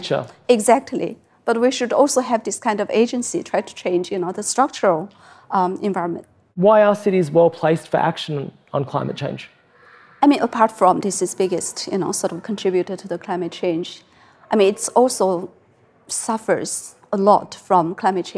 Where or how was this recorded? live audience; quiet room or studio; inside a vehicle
live audience